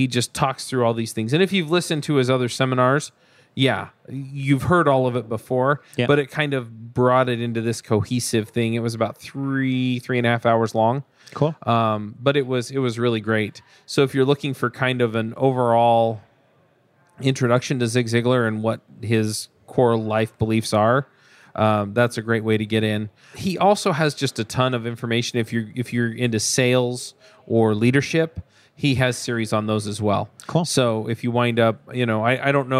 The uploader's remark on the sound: LIVE at Microsoft Build